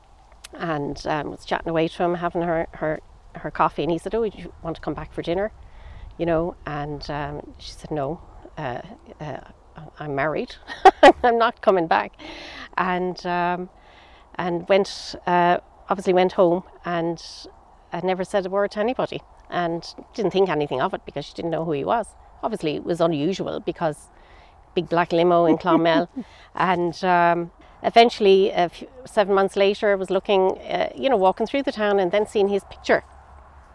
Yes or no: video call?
no